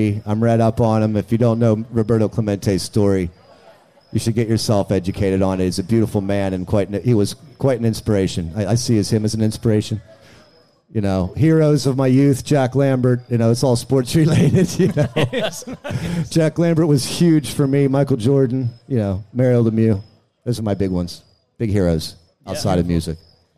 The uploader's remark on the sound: Live From the Westmoreland Cultural Trust "Love Local Courtyard Concert Series". Do the podcast LIVE in front of an audience at the Love Local Courtyard Concert Series presented by the Westmoreland Cultural Trust and Palace Theatre. During a socially distanced series of very small shows.